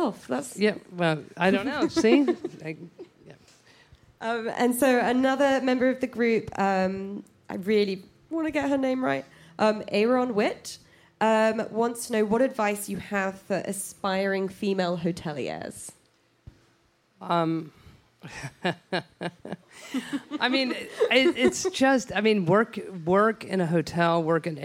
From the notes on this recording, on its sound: For a live podcast taping in Austin.